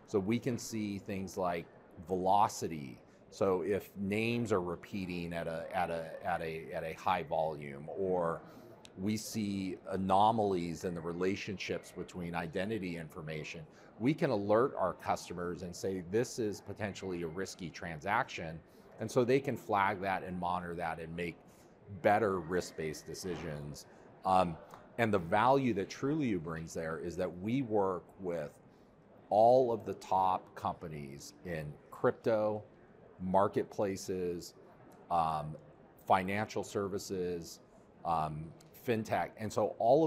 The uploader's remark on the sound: Finovate Europe. The first LIVE COVERED event of 2023 for Breaking Banks.